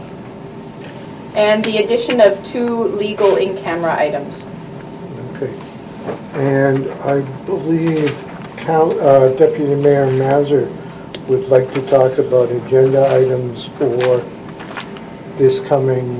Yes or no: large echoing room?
yes